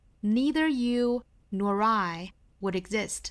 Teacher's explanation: Nor 和 I 之间连读是正常的辅加元连读，因为 nor 后面本身就带有这个 r 的发音，nor nor 再跟 I 连读就变成了 ri ri. Neither you nor I would exist.